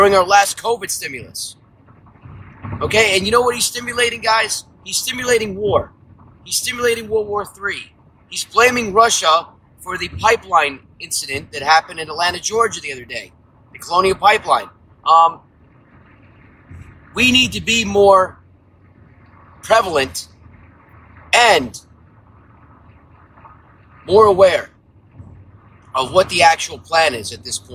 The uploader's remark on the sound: From The Car